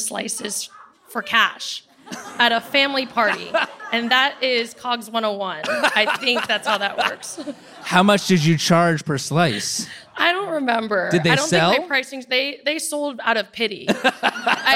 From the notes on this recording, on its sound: (Live). Live on stage in Brooklyn.